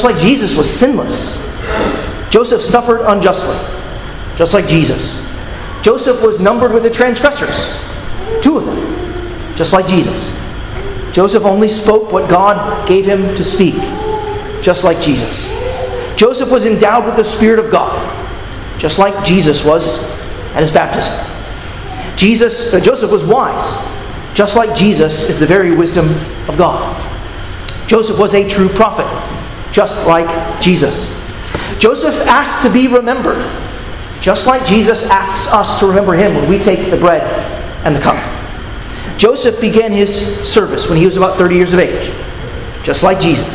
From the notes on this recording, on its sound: at Arlington Baptist Church in Arlington, Virginia